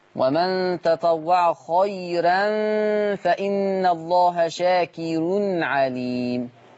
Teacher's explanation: ورش لما تكون الراء مفتوحة وقبلها ياء لين تبقى مرققة، ما تبقاش خيرا تبقى خيرا. · Term: الراء مرققة